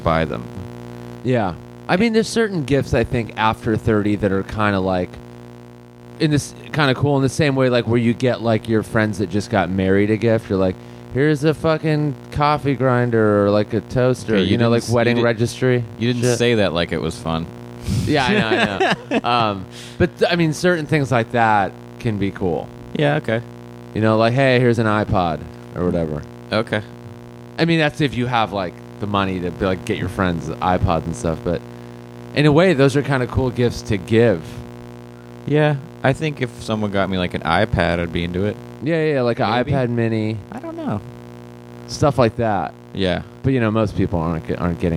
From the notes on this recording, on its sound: This episode contains minor background buzzing sounds due to an audio problem on our end.